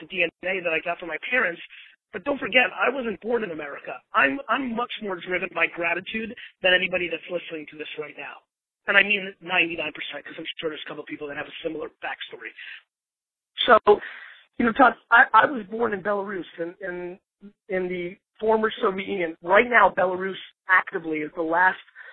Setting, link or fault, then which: link, phone line